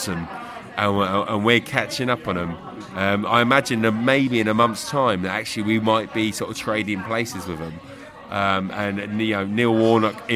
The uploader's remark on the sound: Cardiff-City pre-match podcast from the pub.